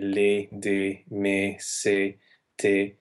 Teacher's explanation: When we speak the language, these articles have over time become a closed vowel. So we say les, des, mes, c'est, te, with a closed e the proper lyric diction and the more traditional way of singing those words is to use an open e vowel.